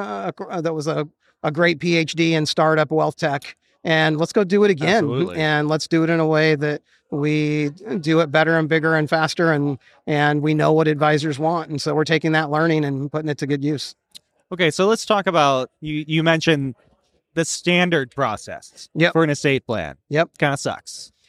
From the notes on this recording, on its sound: A conversation recorded live from the Fearless Investing Summit in October 2023 in Miami.